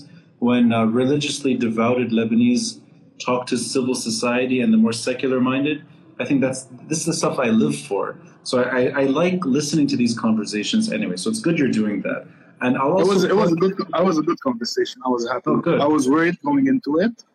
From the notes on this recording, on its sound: This is the audio from our conversation on Instagram Live.